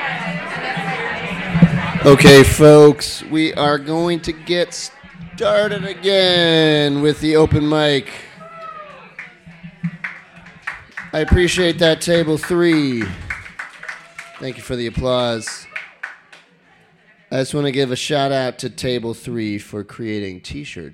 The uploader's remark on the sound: Brooklyn Poets Yawp open mic